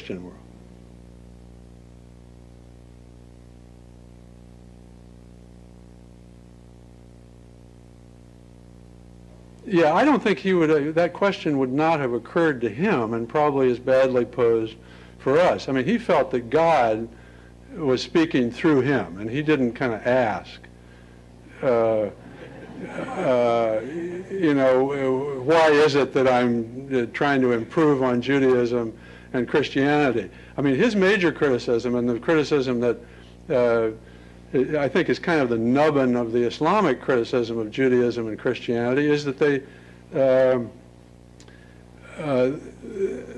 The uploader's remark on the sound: Lecture at Stanford